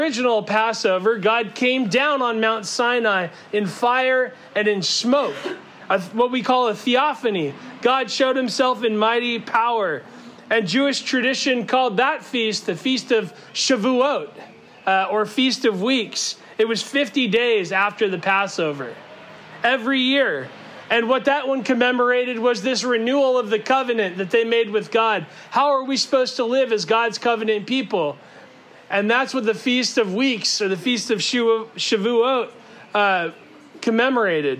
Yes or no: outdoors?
yes